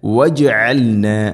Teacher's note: ജീമിനെ ഖൽഖല ചെയ്യണം. അവിടെ സുക്കൂനാണ്. വജ് ജീം ശരിക്കും കേൾക്കണം.